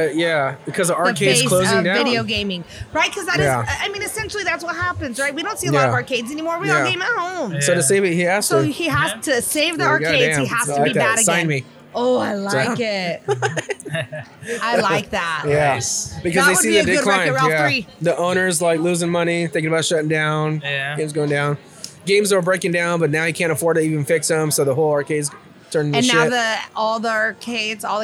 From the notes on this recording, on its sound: Wreck it Ralph LIVE at CCS 2023. In this episode, we are LIVE at CCS 2023!